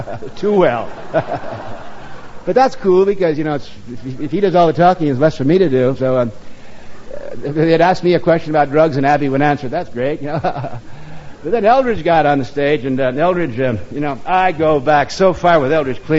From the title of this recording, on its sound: Live at the Stone - 1987